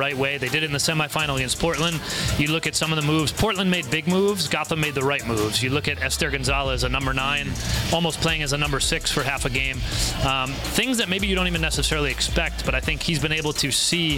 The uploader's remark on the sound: live from San Diego, California on NWSL Media Day